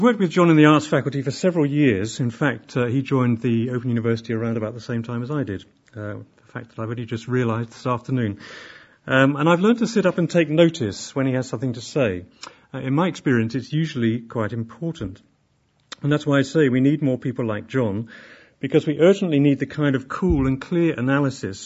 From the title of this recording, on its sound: Inaugural Lecture